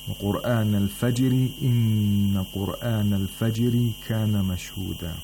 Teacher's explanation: The two ras in al-fajri, the two al-fajris, they have tarqiq because ra has a kasra in these two words.